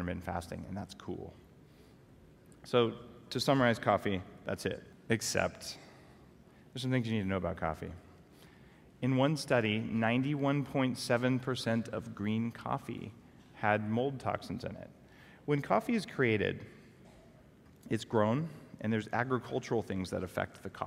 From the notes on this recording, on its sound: LIVE at the Longevity Now® Conference 2014